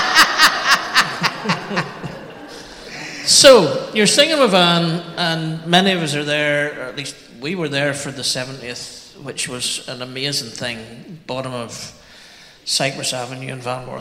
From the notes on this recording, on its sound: Interview at this year's 4 Corners Festival. Those who filled Fitzroy that night will remember an amazing evening of conversation about music and faith and social justice.